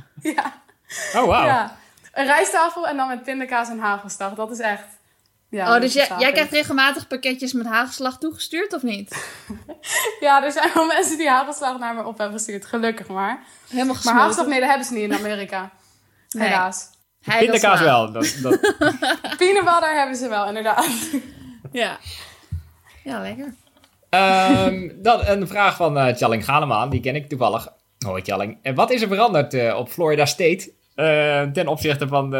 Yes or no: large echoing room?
no